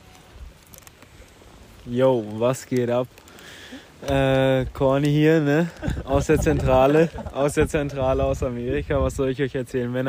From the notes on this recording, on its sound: We recorded this podcast while enjoying around the fire with my friends in the state of Wisconsin in the USA. It is a very short but concise recording.